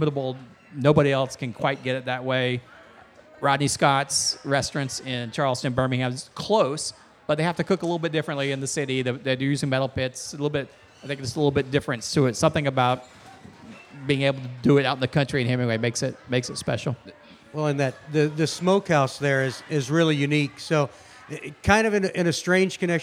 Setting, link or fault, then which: setting, busy venue